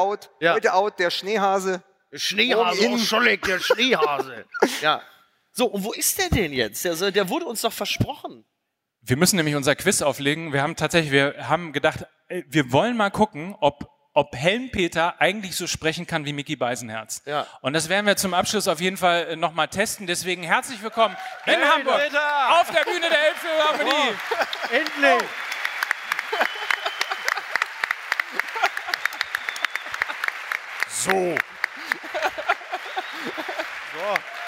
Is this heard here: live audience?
yes